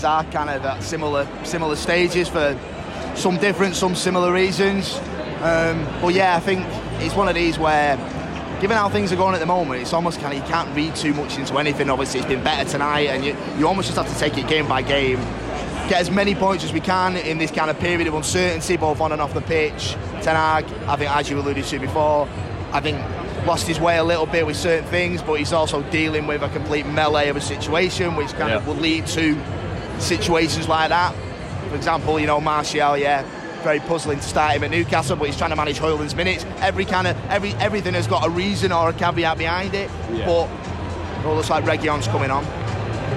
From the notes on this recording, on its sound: With sounds from Old Trafford and analysis pre-, mid- and post-match.